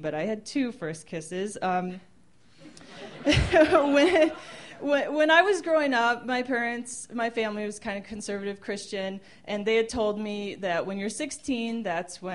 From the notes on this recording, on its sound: These stories were recorded at The Deer Pile on November 21st, 2013 by our good friends at The Denver Diatribe .